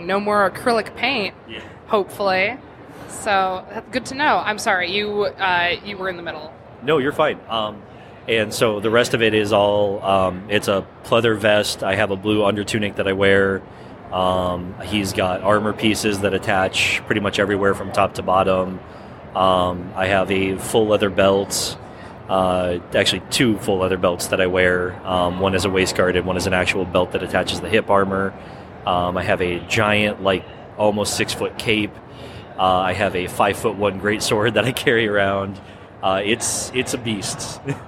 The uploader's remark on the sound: Live at C2E2.